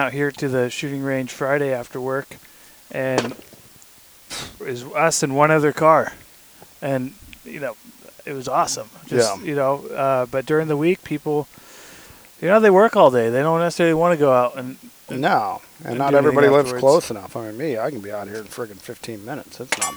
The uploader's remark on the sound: recording on location at the Oroville shooting range